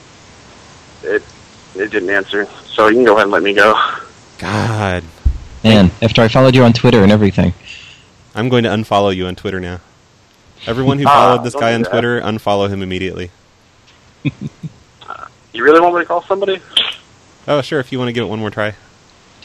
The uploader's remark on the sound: Prank Phone Calls